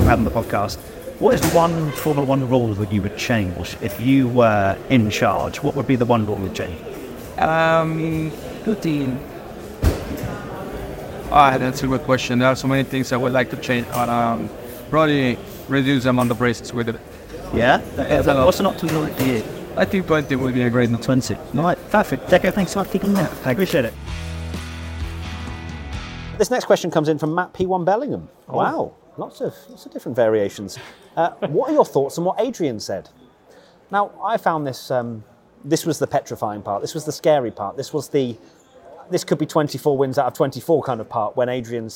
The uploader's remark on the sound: We're coming to you live from Red Bull's launch